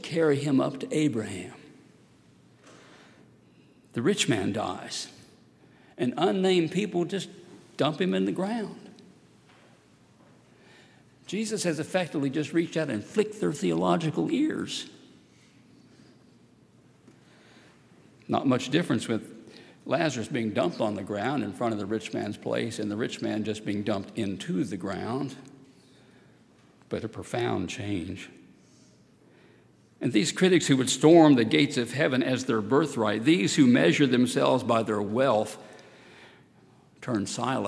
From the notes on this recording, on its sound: at Highland Baptist Church